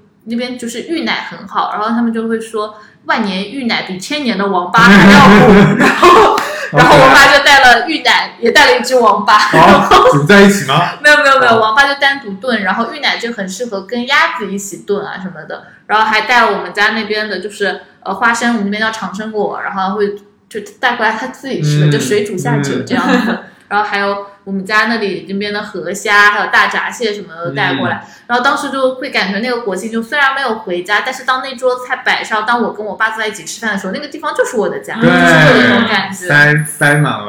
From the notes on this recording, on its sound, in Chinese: 音质问题我们尽力了TAT，但还是有不完美的地方